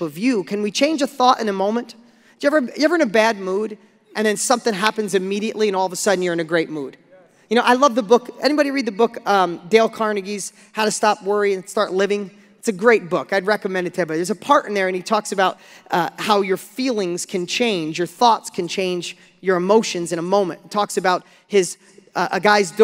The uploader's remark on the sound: Listen to this lesson I gave on stage a few years back